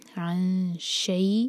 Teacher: عن، عین کے بعد جو نون ہے وہ ایمٹی ہے، عین کو حلق سے نکالیں گے. عن شیء، شین کے لیے زبان تیار اور 2 سیکنڈس کا ٹائم. عن شیء، شیء مدلین، تو شین کو سافٹ کر کے پڑھیں گے شیء، اور اس کے بعد دیکھیں حمزہ کی جو تنوین ہے، کسرہ کی تنوین، وہ ہے سلائڈنگ، آگے پیچھے ہے نا، ایکول نہیں ہے. · Term: اخفاء